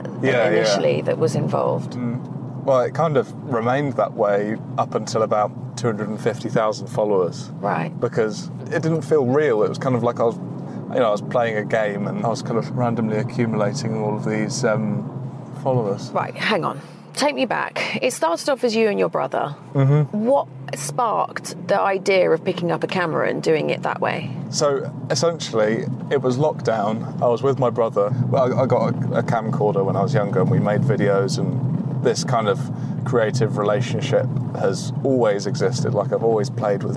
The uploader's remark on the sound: we matched him with an Alpina B4 for a trip